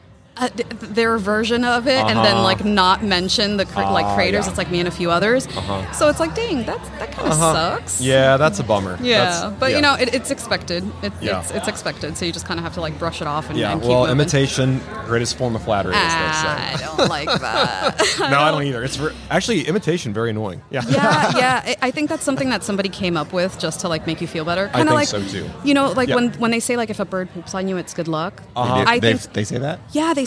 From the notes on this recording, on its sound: LIVE from HAVEN 2022